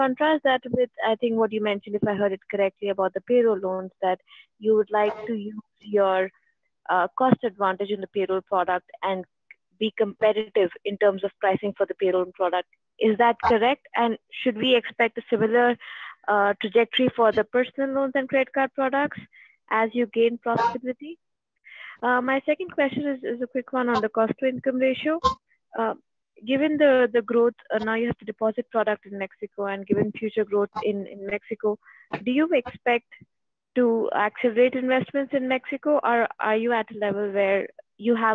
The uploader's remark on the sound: Results conference call